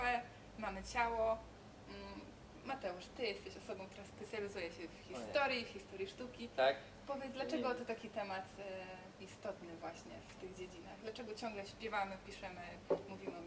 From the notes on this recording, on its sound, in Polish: Za ugoszczenie nas i możliwość nagrania podcastu dziękujemy Świetlicy Wolności – niezwykłemu pubowi przy Nowym Świecie 6/12 w Warszawie.